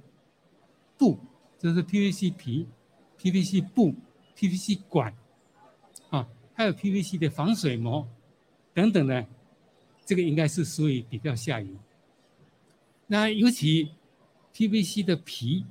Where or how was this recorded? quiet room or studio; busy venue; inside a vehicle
busy venue